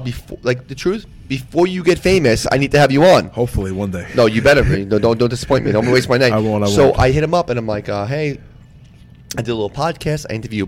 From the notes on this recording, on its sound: The show was recorded from the legendary Jack Demseys.